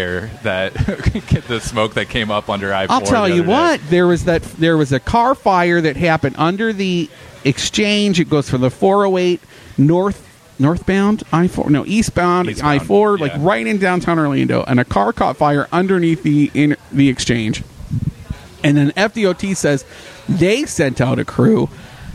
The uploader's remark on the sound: This week's show was recorded at the Game Room Social Club in the former Lizzy McCormack's space in downtown Orlando.